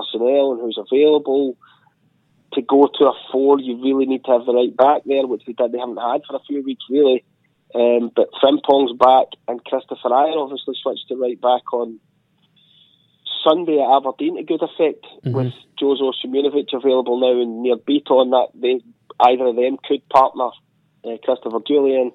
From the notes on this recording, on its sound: on the phone from Copenhagen